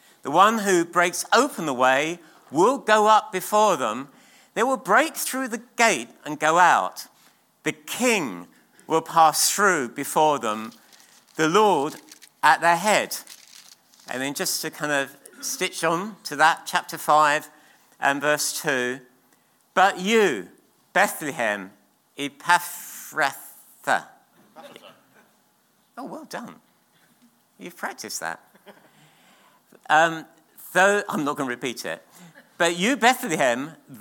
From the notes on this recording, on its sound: at King's Church, Cockermouth.